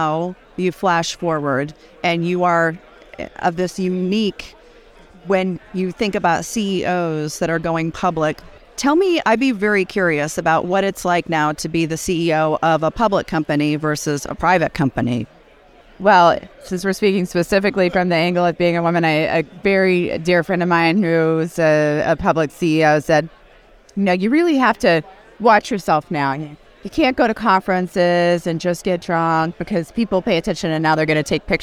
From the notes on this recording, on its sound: at The Benzinga Cannabis Capital Conference